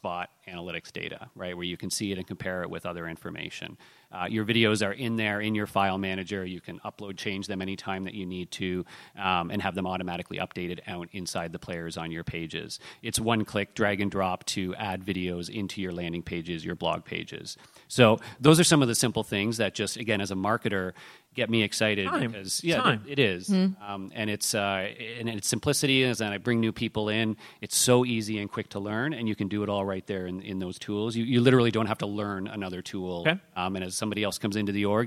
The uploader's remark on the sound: Live from the #INBOUND18 Podcast Lounge. This special live episode is brought to you directly from the #INBOUND18 Podcast Lounge!